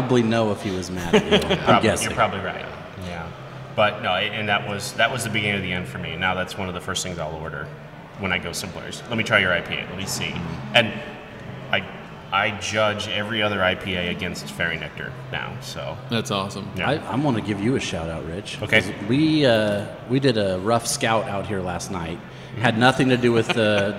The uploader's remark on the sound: We went to a local brewery, Kros Strain Brewing Company in Omaha, to record our podcast